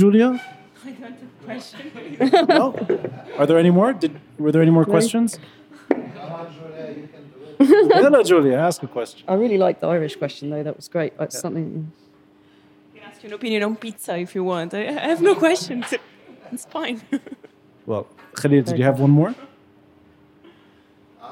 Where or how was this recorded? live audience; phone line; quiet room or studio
live audience